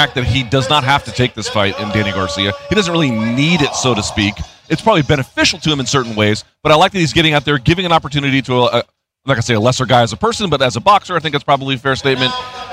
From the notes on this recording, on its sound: recorded live